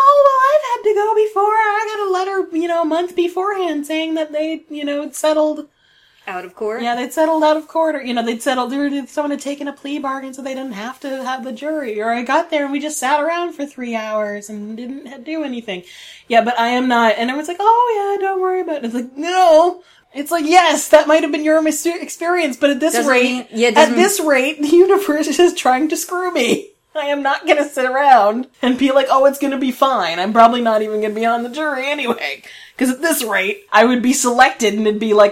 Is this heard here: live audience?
no